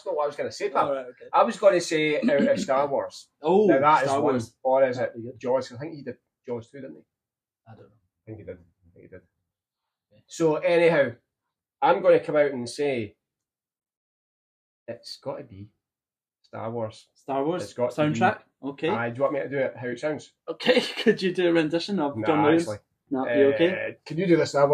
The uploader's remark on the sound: sorry about the Audio quality